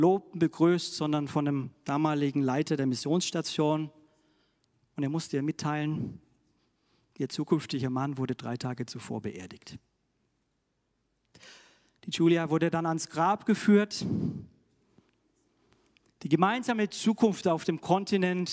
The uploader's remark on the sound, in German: aus dem Classic-Gottesdienst der Missionsberg-Gemeinde (LM) vom 10.